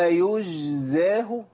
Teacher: خليت الجيم اولا مش مقلقله مع انها ساكنه، خليت الجيم حرف سهل بيمشي في الصوت، واحنا الجيم عندنا من الحروف التي لا يجري فيها الصوت ولا النفس، حرف مقطوع الصوت والنفس، الميه والنور.